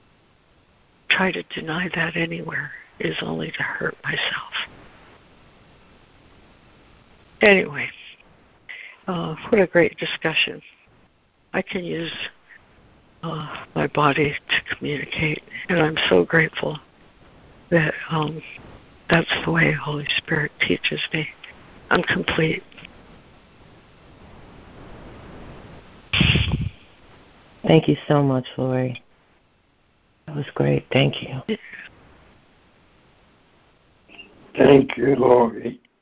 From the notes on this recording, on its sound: ACIM Daily Conference Call.